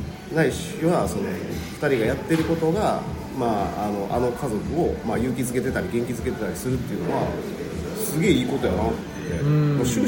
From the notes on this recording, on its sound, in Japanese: 高崎駅前で二人で収録。